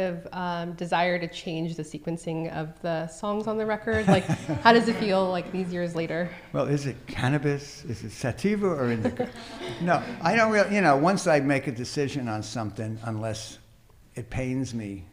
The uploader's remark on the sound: This is the recording of the live Q&A.